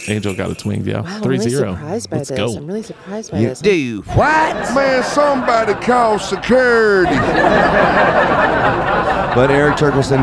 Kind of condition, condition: setting, busy venue